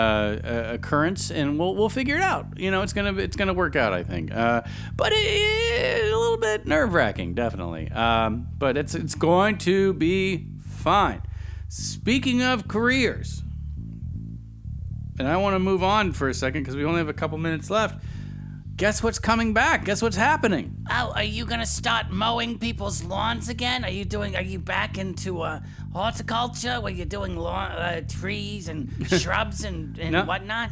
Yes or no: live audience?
no